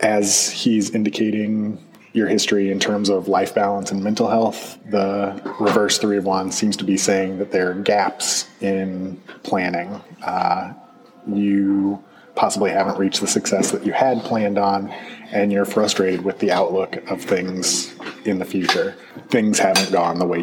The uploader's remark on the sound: Sound quality is a touch improved...possibly as good as we'll get inside a busy coffee shop. Originally recorded starting at the end of 2016, there’s a lot of growth to be found in the production quality.